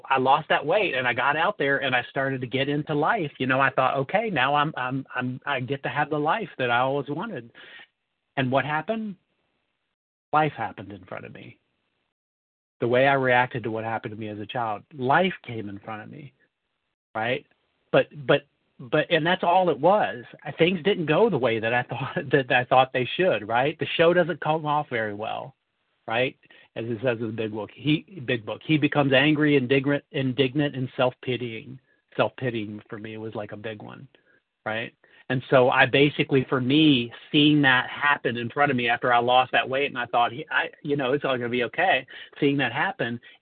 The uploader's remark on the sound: 100 Pounders Phone Meeting, 11/21/23